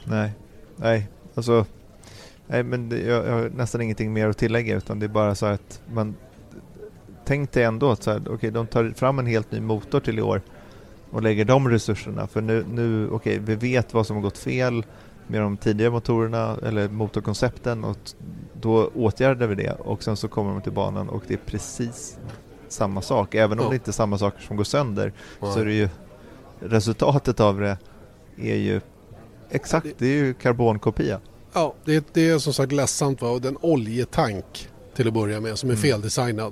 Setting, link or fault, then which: setting, busy venue